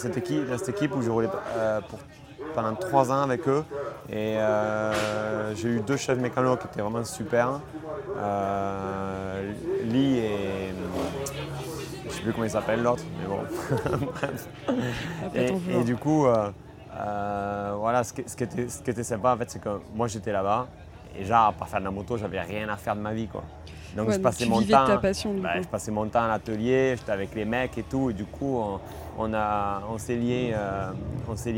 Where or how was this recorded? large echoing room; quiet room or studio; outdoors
outdoors